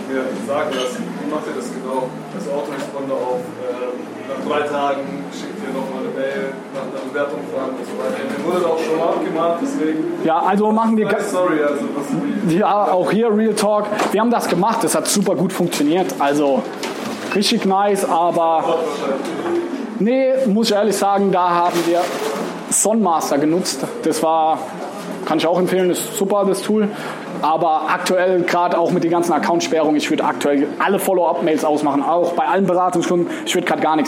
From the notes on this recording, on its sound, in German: Am Ende stellen einige Zuhörer aus dem Publikum auch noch Fragen